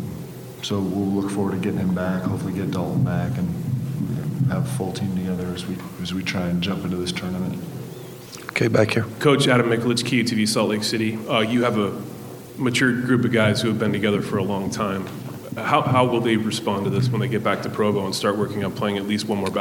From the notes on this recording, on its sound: BYU Press Conference. Postgame press conference.